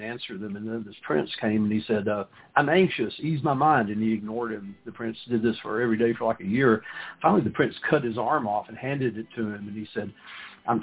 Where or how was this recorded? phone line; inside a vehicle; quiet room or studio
phone line